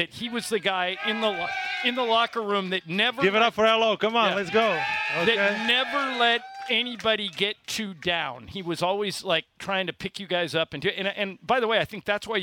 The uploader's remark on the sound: LIVE From Ralphs in Redondo Beach!